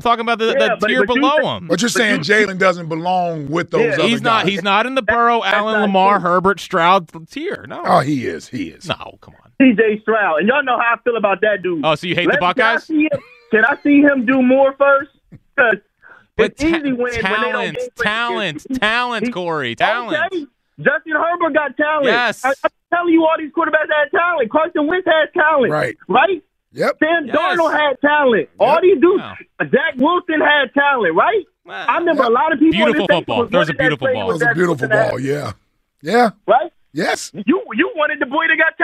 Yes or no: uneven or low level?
no